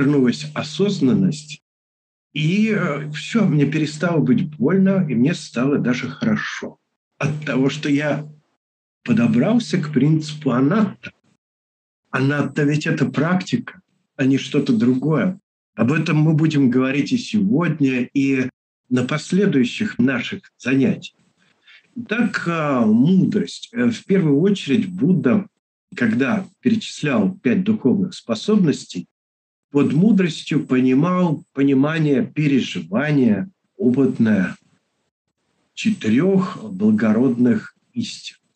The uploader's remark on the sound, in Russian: Запись делалась, через zoom. Просим прощения за шумы на заднем плане. Мы сделали все что могли для очистки записи.